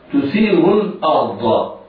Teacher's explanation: الراء في الأرض ساكنة بعد فتح فحكمها التفخيم، والضاد مفتوح.